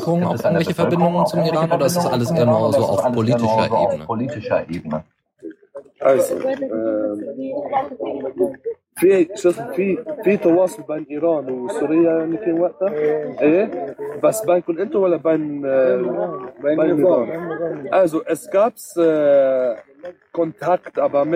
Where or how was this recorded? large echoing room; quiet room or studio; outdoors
outdoors